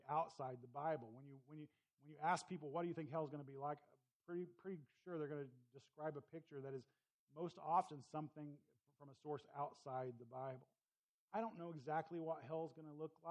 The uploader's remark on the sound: Please excuse the low volume of this recording.